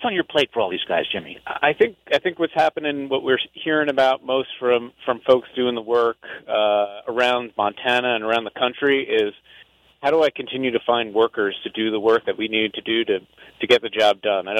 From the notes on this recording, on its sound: Builders Discuss Blueprint for Labor Shortage at Convention. We broadcast live from the Montana Contractors.